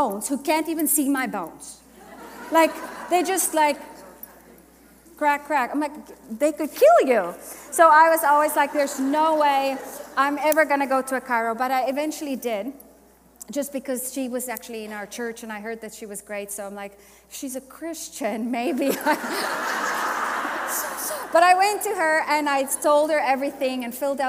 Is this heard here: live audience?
yes